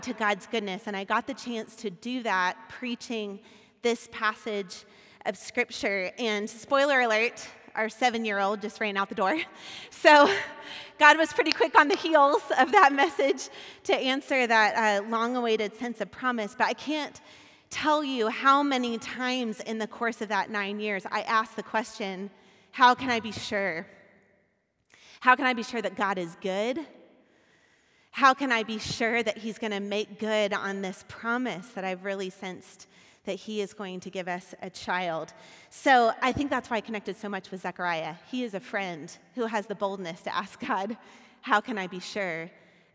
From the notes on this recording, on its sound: Recorded at our Sunday gathering on December 12th, 2022 in Port Orchard WA.